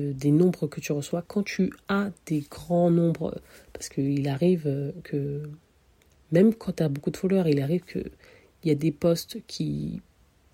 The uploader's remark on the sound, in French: J’annonce tout de suite la qualité de l’audio n’est pas au top. On a enregistré l’épisode depuis son lit à 2h et avec son téléphone.